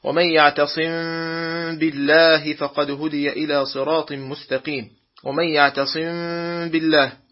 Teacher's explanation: سمي هذا الحكم إخفاء لإخفاء الميم الساكنة عند الباء، وسمي شفويا لخروج الميم والباء من الشفتين · Term: إخفاء شفويا